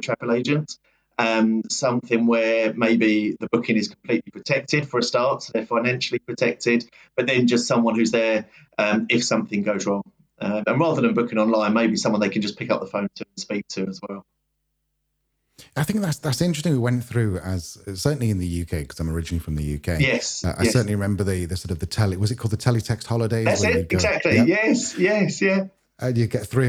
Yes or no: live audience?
no